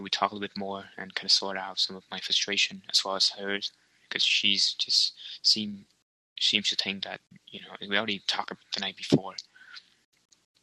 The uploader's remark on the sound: Some audio problem too, mostly mt internet connection.